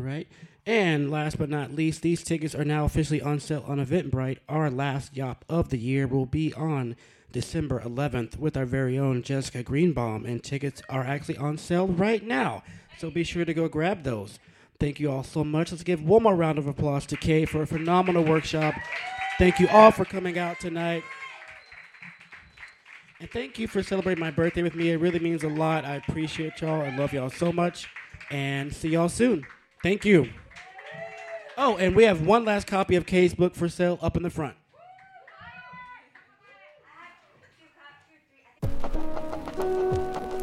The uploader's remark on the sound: Brooklyn Poets Yawp open mic.